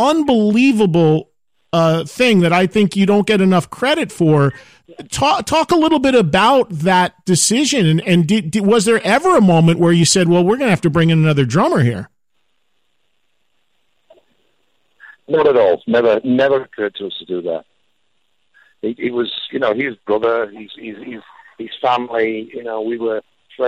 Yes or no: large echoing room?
no